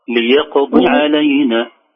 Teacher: ليقضي علينا بدون مد الضاد